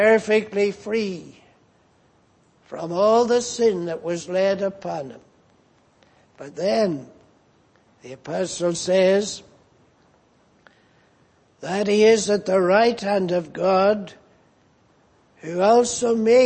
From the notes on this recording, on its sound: Preached in Grafton. At the Lord’s Day Evening service.